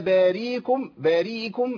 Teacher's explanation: عمل ايه ابدل الهمزه بياء